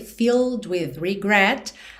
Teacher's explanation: Então, do L você vai direto pro D.